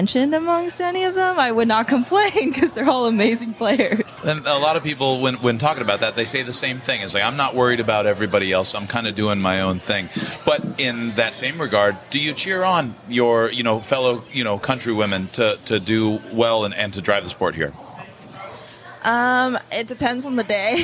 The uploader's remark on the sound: After the Waikiki 株塾 Cup, a three-day tennis event held in Waikiki, Hawaii. This interview was recorded in the lobby of the Outrigger Reef, which was the 2022 Official Resort & Hotel Partner of the Waikiki 株塾 Cup.